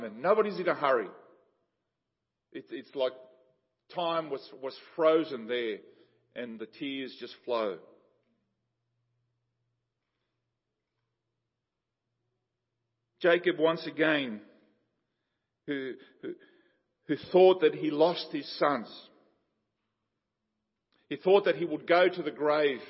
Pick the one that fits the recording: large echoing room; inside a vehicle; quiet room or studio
large echoing room